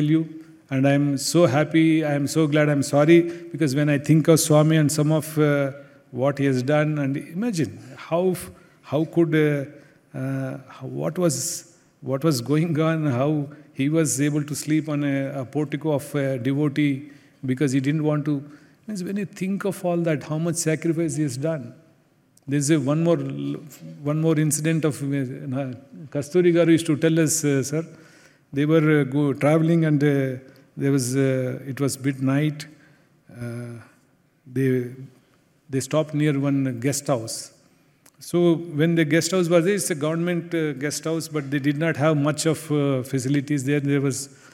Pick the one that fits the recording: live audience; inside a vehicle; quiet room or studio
live audience